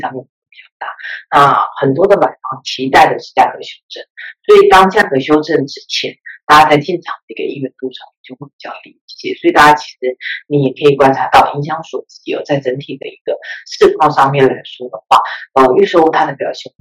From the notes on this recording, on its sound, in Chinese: 本集的原始檔案音質就不是太好，我們盡力調整了，用耳機聽應該還ok啦！